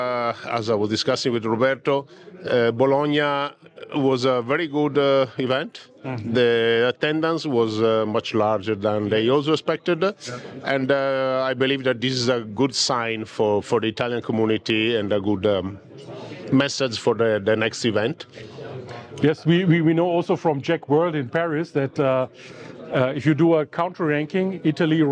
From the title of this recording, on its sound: 9T Labs Innovation Day Interview